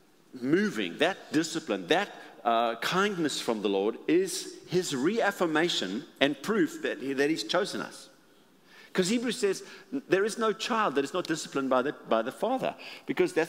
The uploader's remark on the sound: recorded at Northlands Church